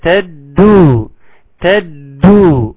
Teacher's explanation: الدال أصلا حرف شديد، ثم انه حرف مشدد كما لو يعني هو حرفين ولكن بننطقه حرف واحد تقيل مثقل